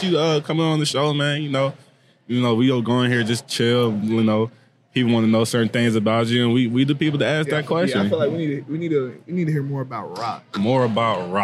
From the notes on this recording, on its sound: Recorded at Oklahoma State's Student Union on Thursday, January 25, 2024.